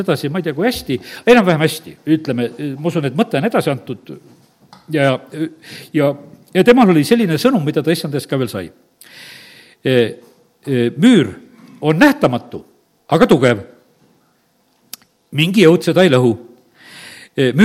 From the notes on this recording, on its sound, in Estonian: Audio salvestus koosolekult